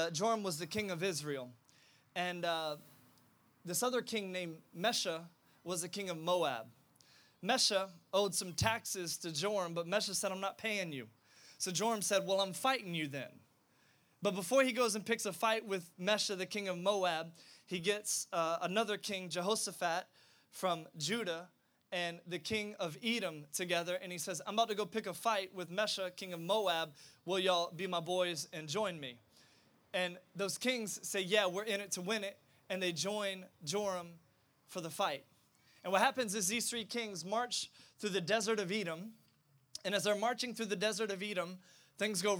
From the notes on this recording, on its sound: This was recorded live. Live worship experience outside Maker’s Craft Brewery in downtown Norfolk, VA.